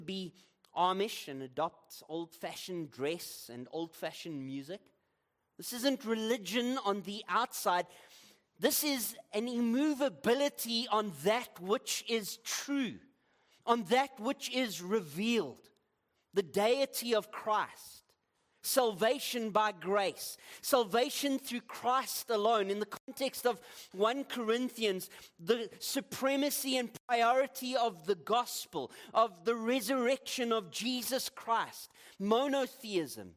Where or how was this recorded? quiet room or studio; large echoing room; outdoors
large echoing room